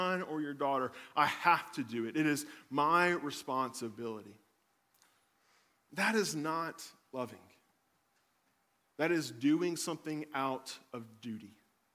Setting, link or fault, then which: setting, large echoing room